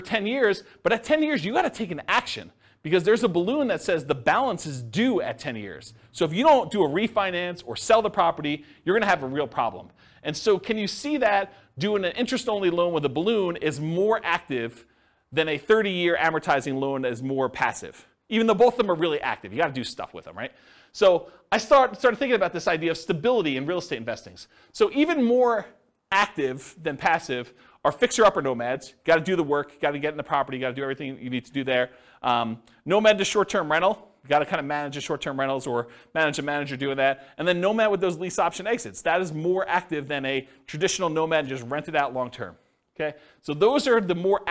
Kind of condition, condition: setting, live audience